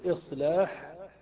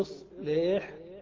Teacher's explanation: تقول إصلاح بألف خالصة أو إصليح بالإمالة